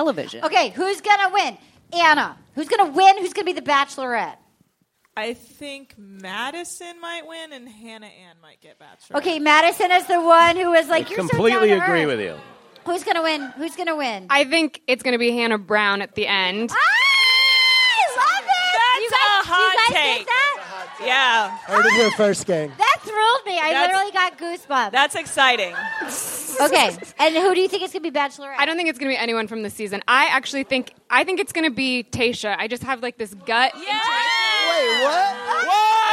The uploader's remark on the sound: Live from SF Sketchfest. It's LIVE from the San Fransisco Sketchfest.